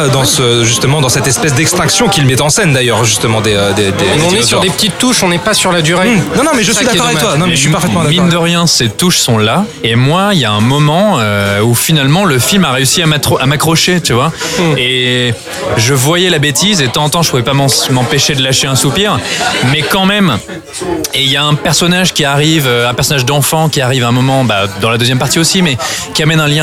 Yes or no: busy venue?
yes